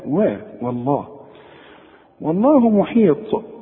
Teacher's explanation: الواو إنها دائما برقة وبالذات إذا جت في لفظ الجلالة لأنها معرضة للتفخيم